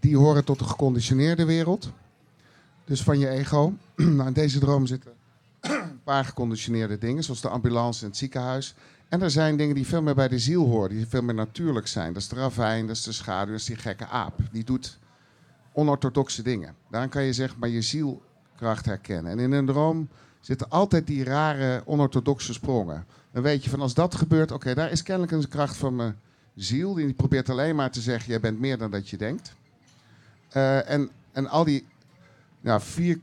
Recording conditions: live audience